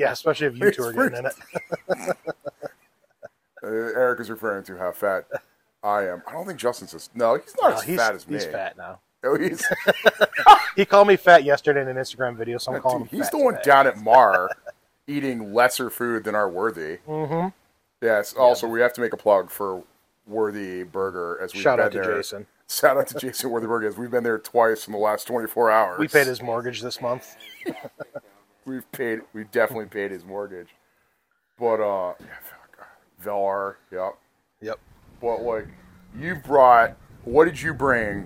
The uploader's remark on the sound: Live from The Pilgrimage 2023 in South Royalton, Vermont.